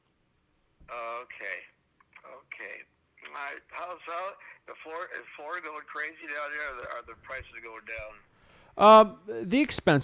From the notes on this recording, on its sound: LIVE FSBO CALLS - Setting Appointments Live.